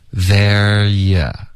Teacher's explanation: 后面 you 呢，Rachel 就弱读成一个 y 的音